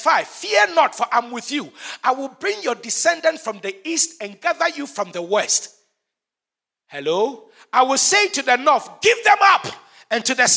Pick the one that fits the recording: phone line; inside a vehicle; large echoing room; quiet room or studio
large echoing room